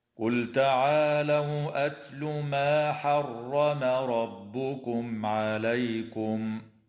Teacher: وتظهر الميم الساكنة عند العين في قوله تعالى حرم ربكم عليكم، ويجوز الوقف على كلمة عليكم من قبيل الوقف الحسن. · وتفخم الراء في قوله تعالى حرم ربكم لأنها مفتوحة